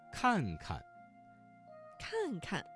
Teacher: 这个词当中第二个看字读成了轻声